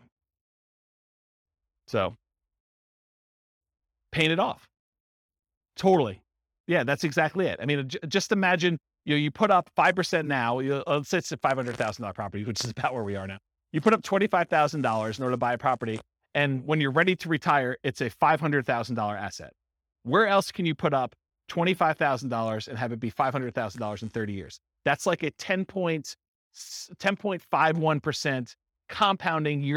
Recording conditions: live audience